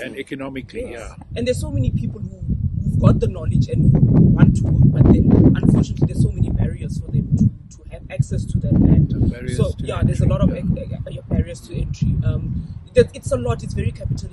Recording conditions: wind noise